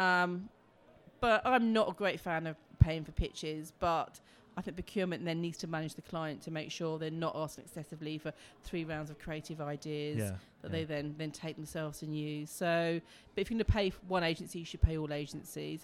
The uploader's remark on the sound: Recorded at the launch of the new book FuturePRroof: Edition Two